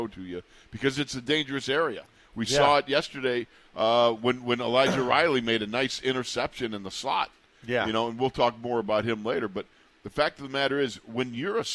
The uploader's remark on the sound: In the Locker Room Live from Steelers Training Camp Day 3.